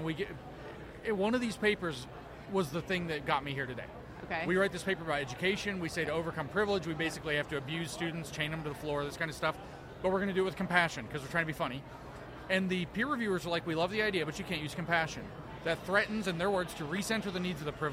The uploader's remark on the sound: The Unity Project What’s UP? Podcast at AmFest